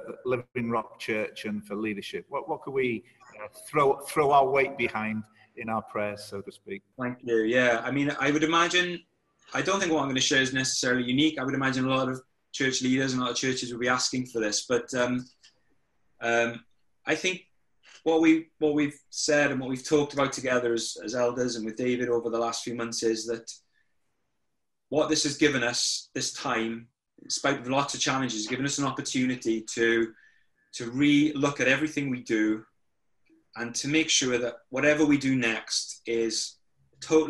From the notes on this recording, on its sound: over zoom